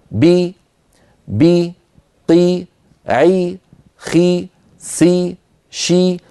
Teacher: كل هذه الحروف لما نطقتها انخفض الفك السفلي قليلا وصاحب ذلك ارتفاع لوسط اللسان · Term: حرفا مكسورا